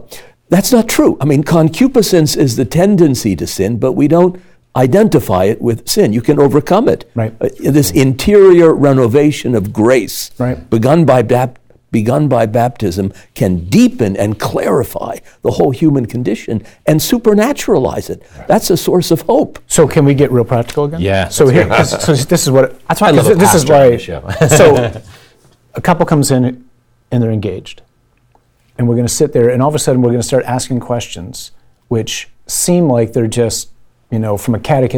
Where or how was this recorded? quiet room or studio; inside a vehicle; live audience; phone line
quiet room or studio